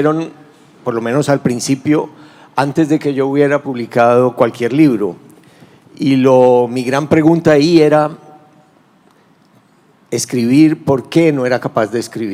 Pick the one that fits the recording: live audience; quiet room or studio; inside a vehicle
live audience